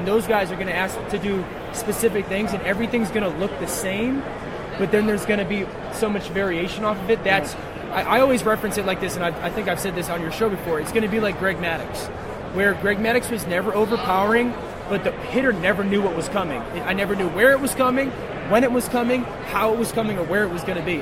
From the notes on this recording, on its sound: Live from Super Bowl LII. Live from Radio Row.